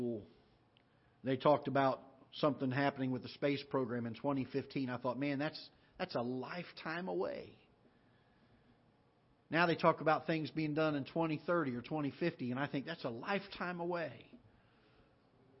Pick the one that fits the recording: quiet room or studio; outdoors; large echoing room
large echoing room